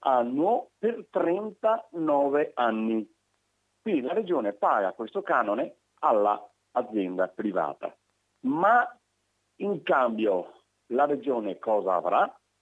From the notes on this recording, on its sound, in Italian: intervista al telefono